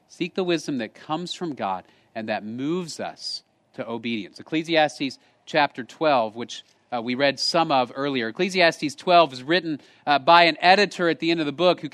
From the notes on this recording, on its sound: Location: Grace Bible Church Creekside